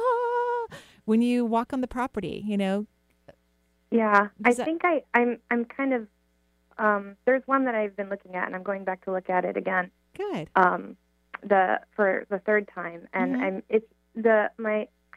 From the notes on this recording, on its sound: On today's call in show